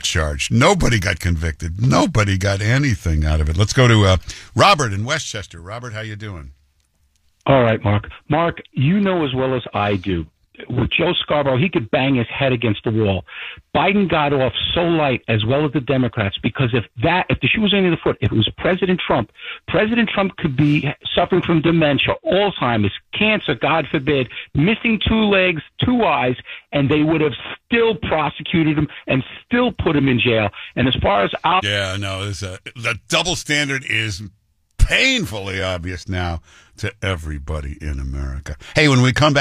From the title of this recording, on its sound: Takes Your Phone Calls